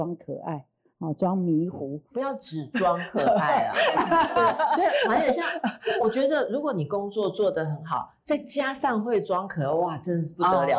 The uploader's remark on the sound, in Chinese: 這次訪談是哈Pod首次公開錄製。開放60多位粉絲現場參與並提問。